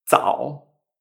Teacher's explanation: ¿Ves que es como una TS, pero con una vibración? · Term: TS con vibración